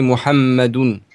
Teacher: the dhamma, equivalent to a very light oo sound, that is exactly found upon the last letter of Muhammad, that being the dal, equivalent to the d in English, and say you say Muhammadun.